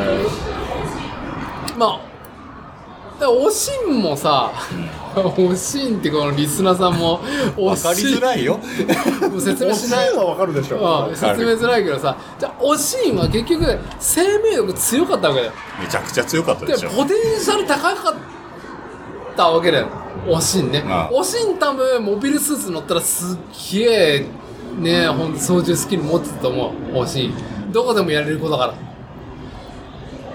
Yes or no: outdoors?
yes